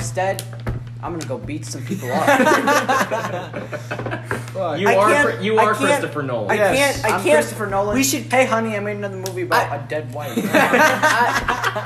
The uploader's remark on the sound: this time with a live studio audience